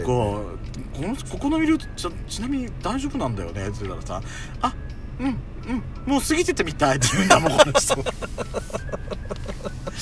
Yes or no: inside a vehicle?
yes